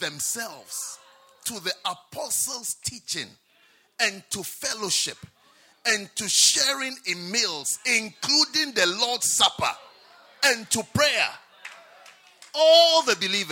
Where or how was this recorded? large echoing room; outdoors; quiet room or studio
large echoing room